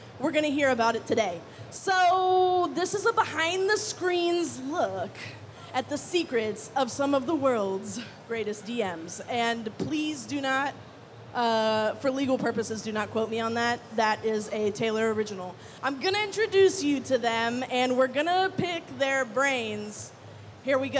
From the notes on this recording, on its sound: Check out the audio from MCM Comic Con's A Behind the Screens Look: Game Master's Roundtable panel. Check out the audio from MCM Comic Con's A Behind the Screens Look: Game Master's Roundtable panel. Are at MCM London Comic Con to talk about what it’s like to orchestrate your favorite role-playing games.